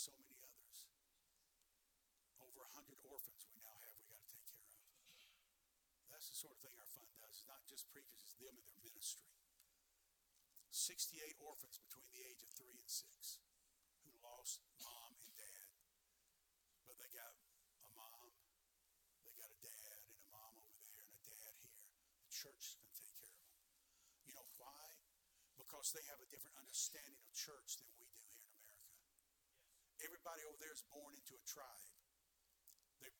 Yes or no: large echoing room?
yes